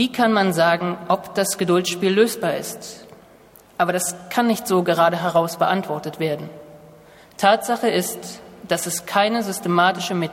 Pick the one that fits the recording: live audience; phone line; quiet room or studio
live audience